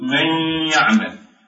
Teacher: هذه الحروف الأربعة اللي تجمعها كلمة ينمو، هذا إدغام بغنة، مثل قوله تعالى من يعمل، من يعمل، فالنون ساكنة والياء مفتوحة فيكون فيها إدغام بغنة. من يعمل، النون ندغمها نشدد الياء تكون مشددة، وهذه النون تلغى ولكن تبقى بدل النون الغنة